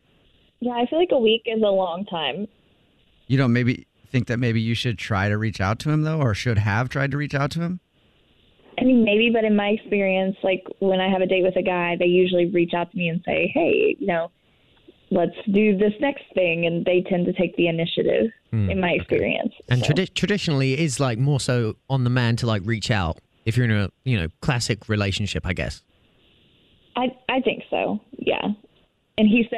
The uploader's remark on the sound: A Pass The Phone Prank